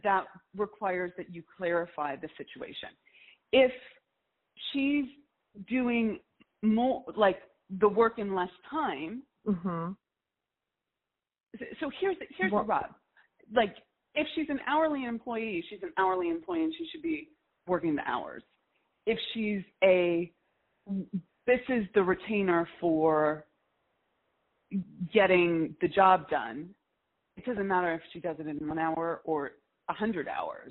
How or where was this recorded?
phone line